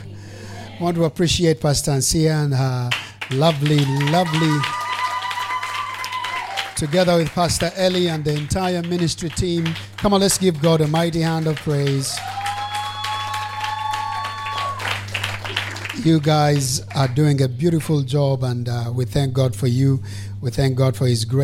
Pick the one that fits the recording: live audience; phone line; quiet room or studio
live audience